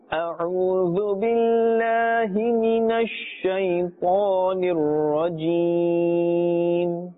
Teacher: Shaytanir rajim is incorrect. Because ta is part of the huruf musta'aliyah and therefore must be pronounced with a thick tone